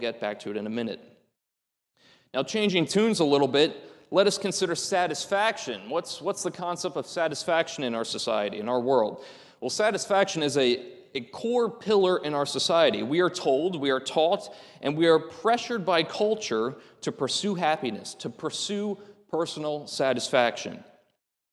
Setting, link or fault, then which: setting, large echoing room